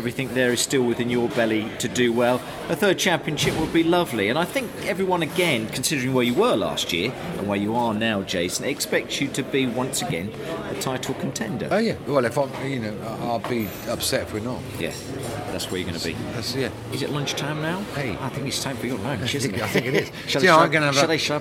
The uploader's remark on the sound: Media Day Donington Park.